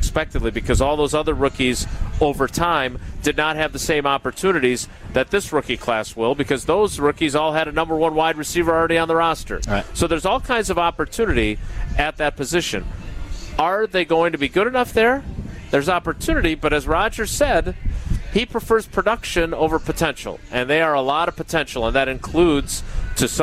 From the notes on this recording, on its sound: live from Summerfest